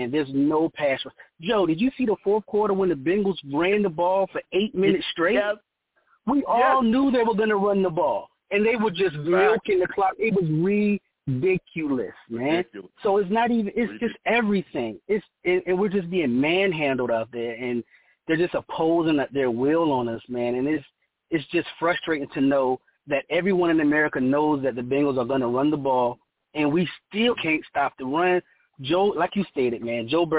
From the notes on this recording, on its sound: Live immediately after the Jets game against the Bengals, I sat down and discussed the game! The callers went crazy on this show and the takes were flying! I take live callers!